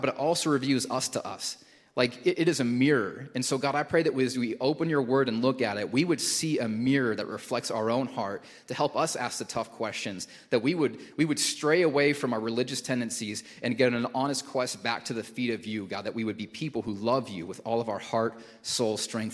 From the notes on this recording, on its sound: Recorded at Hope Church in Springfield, MO